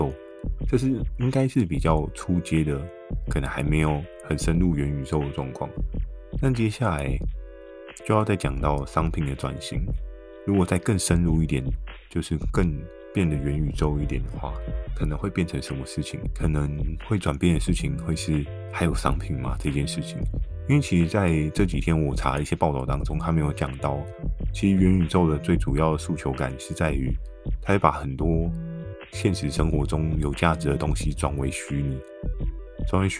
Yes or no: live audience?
no